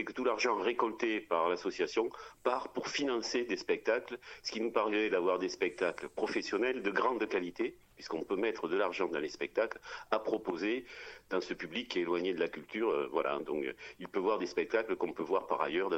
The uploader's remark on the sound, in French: Interview téléphonique